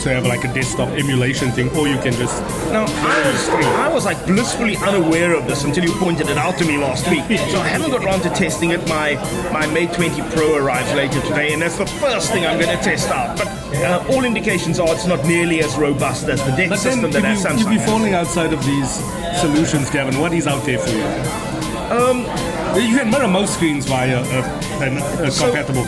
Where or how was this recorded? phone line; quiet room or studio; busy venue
busy venue